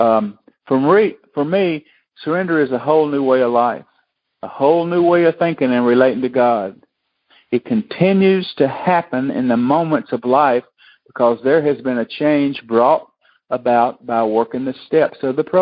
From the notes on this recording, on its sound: Monday Noon Phone Speakers Series.